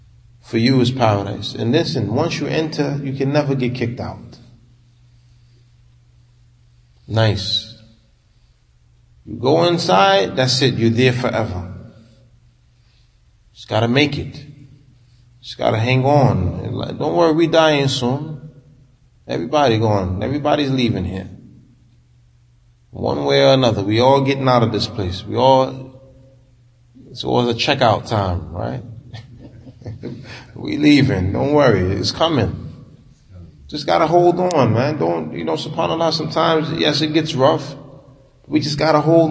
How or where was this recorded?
large echoing room